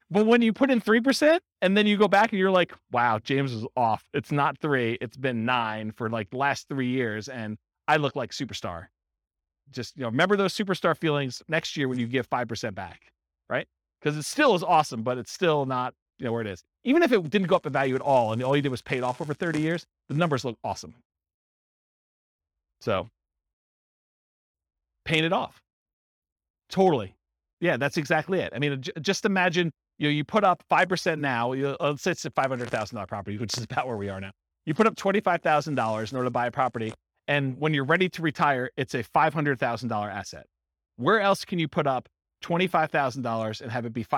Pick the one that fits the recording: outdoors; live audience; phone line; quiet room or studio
live audience